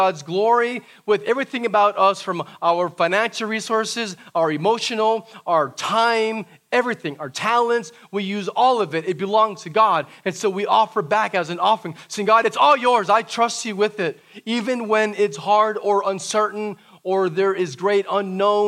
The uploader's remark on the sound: This message was preached during our "Prayer & Praise Gathering" - the first live worship service since the COVID 19 pandemic began.